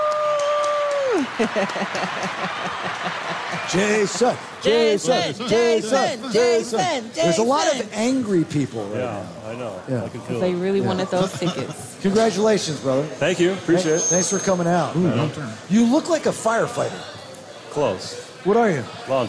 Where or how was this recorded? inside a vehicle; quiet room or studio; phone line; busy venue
busy venue